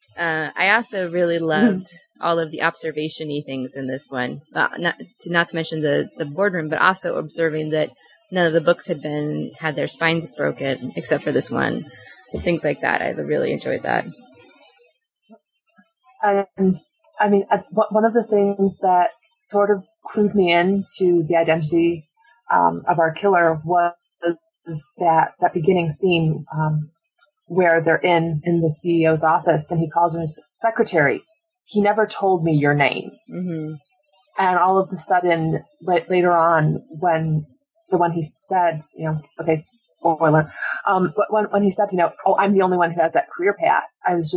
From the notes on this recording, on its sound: Apologies for the sound quality, we recorded during Hurricane Sandy and had some issues!